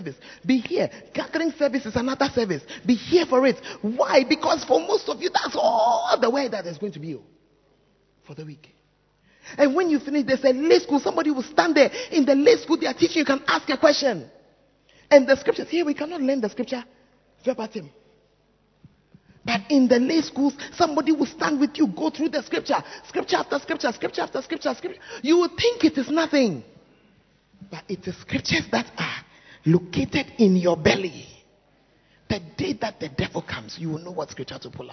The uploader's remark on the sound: Preached At The First Love Center, Ayeduase (Charisma Service)